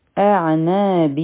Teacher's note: د همزه مخرج د حلق د لاندې حصې نه دی، عین به د حلق د منځ نه وایو · Term: حروف حلقې